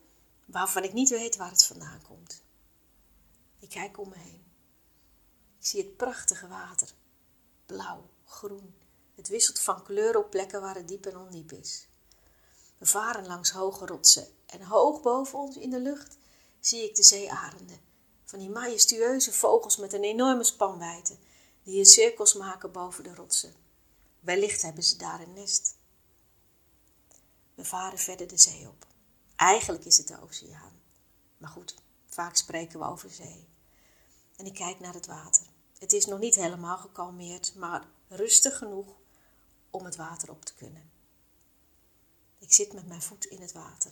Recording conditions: phone or laptop microphone